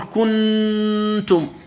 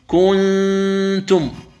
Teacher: الصواب أنك توافق الإظهار من جهة بقاء الغنة فقط، فتقول كنتم، يعني الذي يريد الإخفاء في كلمة كنتم من الكاف ينتقل إلى مخرج التاء ويخرج الغنة من الخيشوم · Shown in: second take · وهذا ما نبهت عليه في الهامش، لاحظ في الهامش في الصفحة 29 قلت وكيفية الإخفاء هو أن يجافي القارئ لسانه قليلا عن مخرج النون، يعني لا تضغط عن مخرج النون.